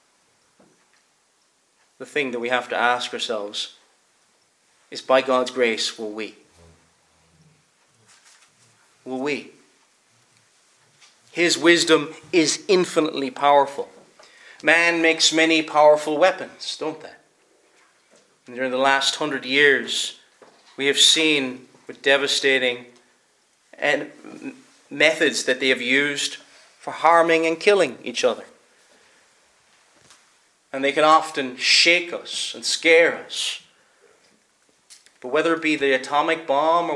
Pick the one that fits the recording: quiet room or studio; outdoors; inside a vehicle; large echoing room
large echoing room